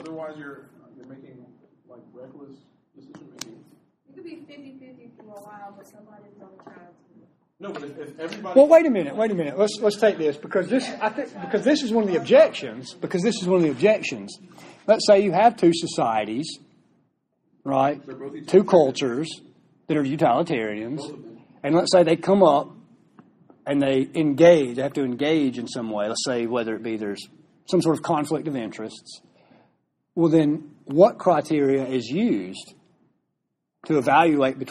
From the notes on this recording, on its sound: recorded live during a class lecture